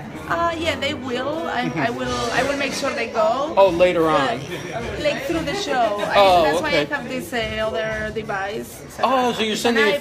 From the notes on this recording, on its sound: Takes you on-scene for the pre-show event that includes a red carpet, networking, caricaturist, live band, wine tasting, photo booth, social media activity and more at Canary in New York City.